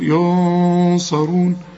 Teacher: هنا في غنه لكن هنفخمها علشان الصاد مفخمه